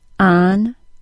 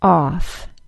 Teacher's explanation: Because the American accent I use is not from an area of the country that has merged the short O and AW sound into a single sound, I do say these vowels differently.